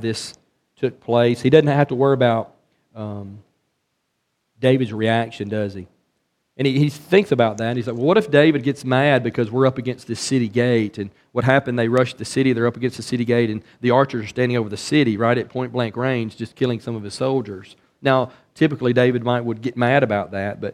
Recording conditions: large echoing room